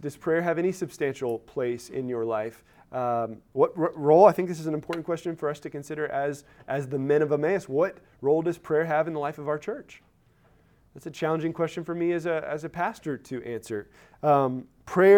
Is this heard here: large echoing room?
yes